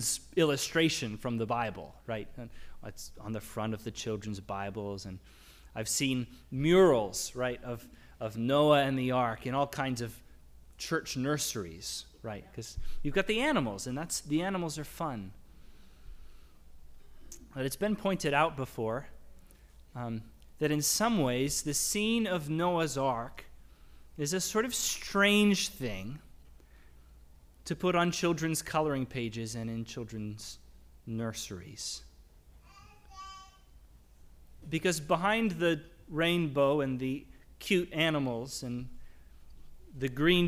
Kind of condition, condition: setting, large echoing room